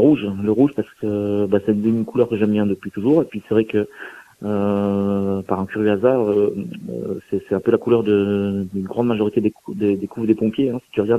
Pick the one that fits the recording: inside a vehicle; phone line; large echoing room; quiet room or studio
phone line